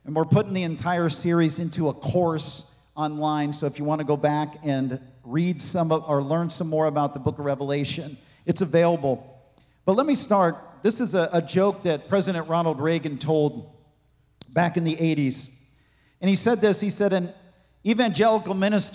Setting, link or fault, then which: setting, large echoing room